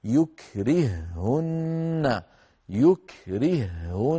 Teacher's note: كلمة يكرههن يكرههن، أدغمنا الهاء الأولى في الهاء الثانية فصارتا هاء واحدة مشددة · Term: إدغام